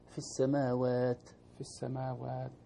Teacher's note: مخرج التاء طرف اللسان مع أصول الثنايا العليا